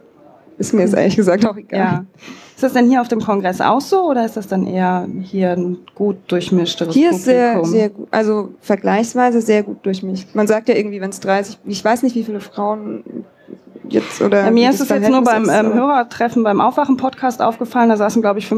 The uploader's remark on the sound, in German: 33c3-sendezentrum. Live vom 33C3.